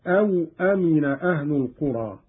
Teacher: قرأ قالون بإسكان الواو هكذا أو أمن أهل القرى، على أن أو حرف عطف للتقسيم، والمعنى أفأمنوا إحدى العقوبتين.